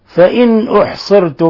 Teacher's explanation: نون ساكنة جاء بعد حرف الهمزة الحكم التجويد إظهار حلقي